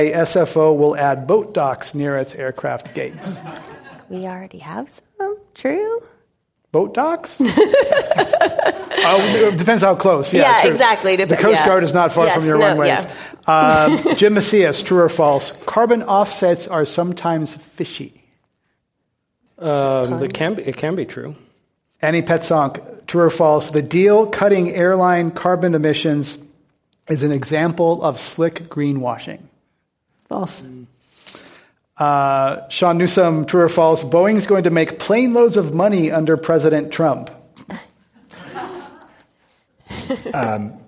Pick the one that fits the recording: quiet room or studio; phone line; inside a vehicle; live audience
live audience